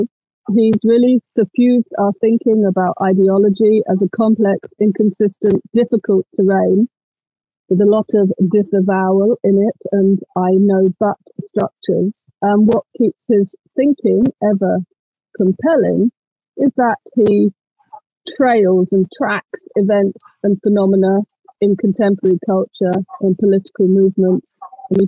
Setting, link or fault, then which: link, video call